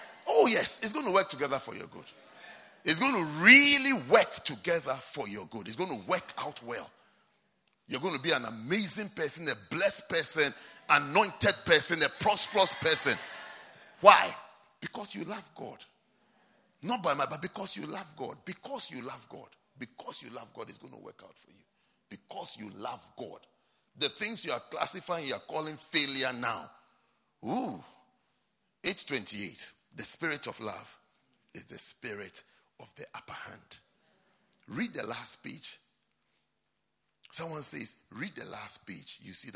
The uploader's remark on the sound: at the Lovely Voice Experience - First Love Church, London